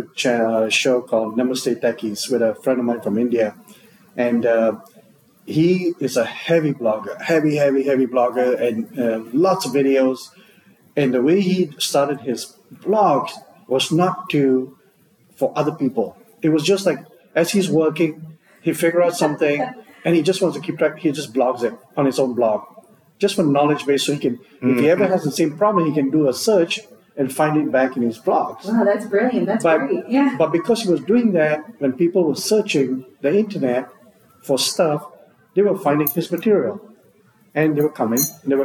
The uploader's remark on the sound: here at the PowerShell Global Summit 2022 Conference